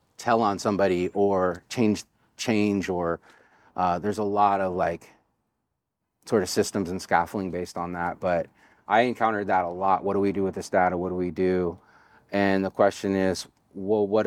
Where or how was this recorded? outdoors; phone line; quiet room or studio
outdoors